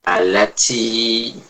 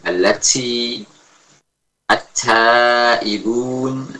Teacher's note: terlalu berlebihan dalam menghamaskan ta. Alati, sehingga yang terdengar adalah campuran suara ta dengan sin. Alati, attaibun, ya.